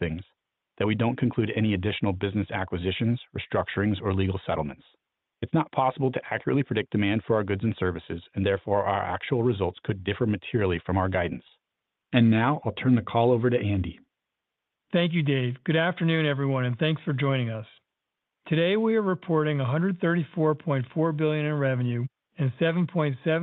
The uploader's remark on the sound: Earnings Conference Call